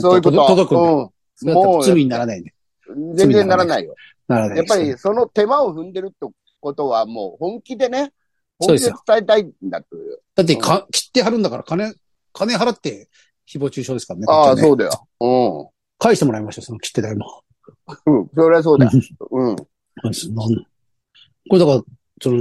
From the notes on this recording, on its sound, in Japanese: ZOOMで収録